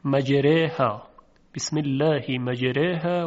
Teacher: به خاطر قاعده اماله حرف الف متمایل می شود به حرف یا و صدای اون شبیه به یا تلفظ می شود، فلذا حرف را هم دیگر فتحه ندارد و اون فتحه هم اماله شده و تمایل پیدا کرده به کسره و از این جهت حرف را ترقیق میشه.